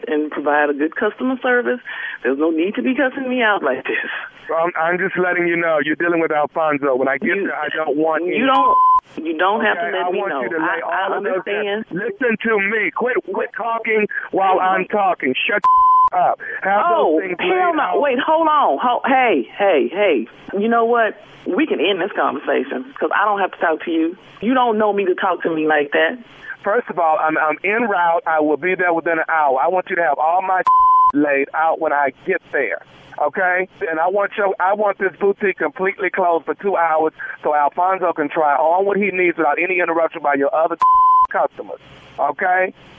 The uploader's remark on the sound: Makes a phone call to get a dress and makes the lady on the other end uncomfortable.